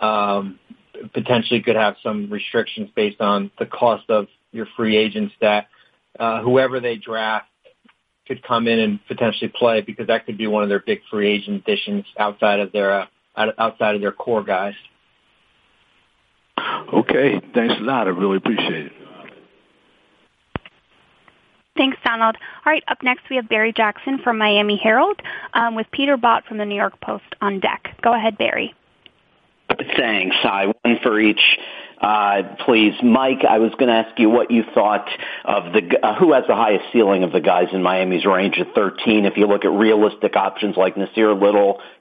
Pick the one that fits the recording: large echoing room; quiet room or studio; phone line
phone line